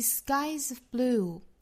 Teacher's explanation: skies 这个 z 和后面的 of 连读